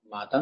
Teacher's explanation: O sea, las dos son nasales, pero agudas. Aguda, corresponde a la segunda.